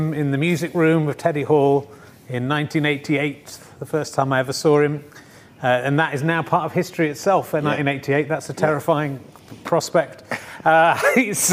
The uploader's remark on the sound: This week's book club episode was recorded on 15th November 2020, during lockdown in a central London bar with an online audience.